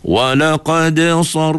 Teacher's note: Jadi pastikan huruf nipis walaqad, dal tu nipis kan, baru sebut sad semula.